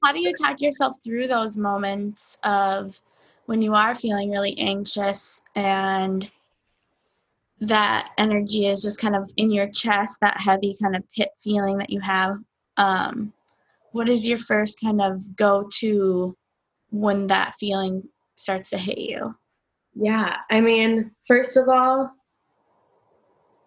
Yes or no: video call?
yes